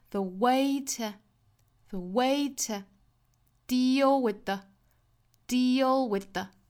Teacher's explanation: 后面这两个词 with 和 the 两个都是虚词，所以我们读的时候更短更快更弱， with the 两个词加起来的时长都不应该有前面的一个 deal 这个 e 这么长。再比如说我们来看最后的这个 today 这个单词，因为我们知道 day 它其实是一个重读音节，那前面的 ta 它其实是弱读音节，所以在单词内也会包含一个重和弱的一个搭配，所以这个词不是 today 应该是 today。好，我们一定把前面的这个弱读音节读得更短，一定要注意弱读音节的时长是非常的短的，而更多的时间呢是要放在重读音节上。所以我们讲到英语它其实是一个重音计时的语言，它一句话的长度其实是主要是由这个重读音节的长度组成的。好，第一句话我们